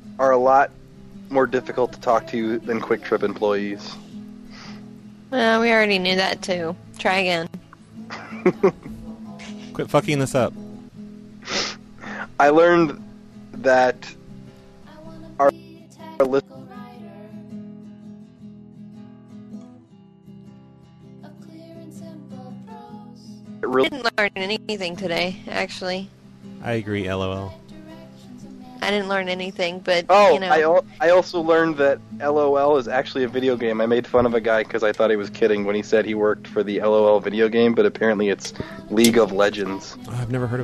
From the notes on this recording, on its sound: Prank Phone Calls Collection